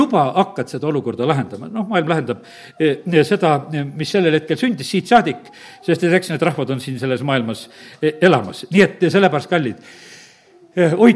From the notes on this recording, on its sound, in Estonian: Audio salvestus koosolekult.